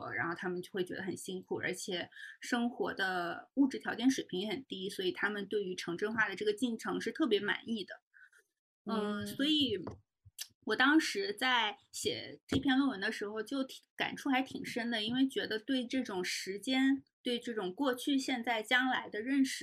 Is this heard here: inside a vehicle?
no